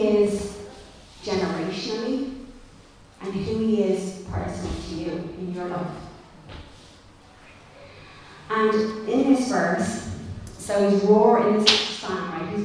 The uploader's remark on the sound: Recorded live in Liberty Church on 27 June 2021.